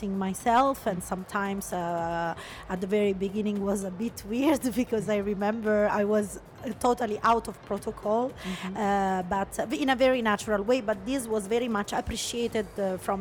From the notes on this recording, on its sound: Live interview from SIBF 2022